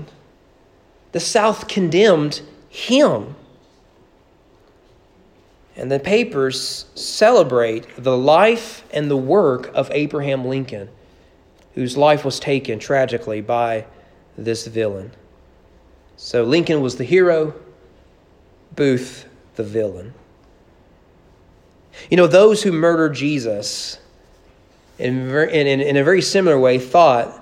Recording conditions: large echoing room